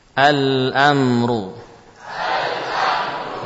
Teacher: Yakni dibaca dari makhraj lam. Tepi lidah ditempelkan pada gusi dengan kita berikan padanya sifat sifat asli pada lam al ya. · Term: idhar